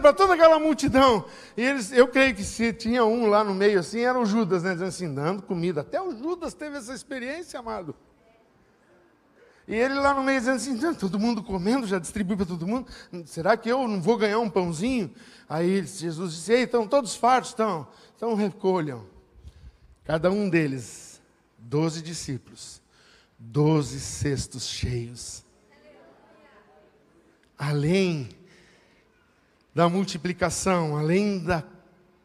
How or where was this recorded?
large echoing room